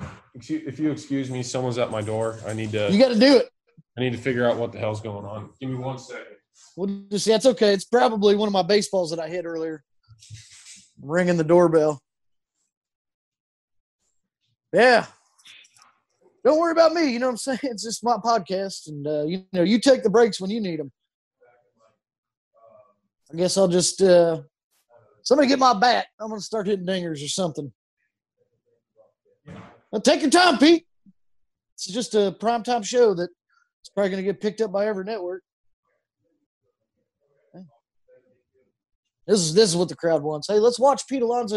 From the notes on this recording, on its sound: Zoom'd with one of the biggest names in MLB